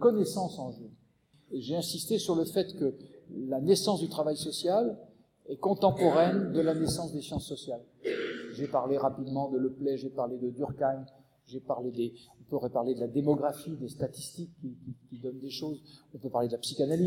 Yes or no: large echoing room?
yes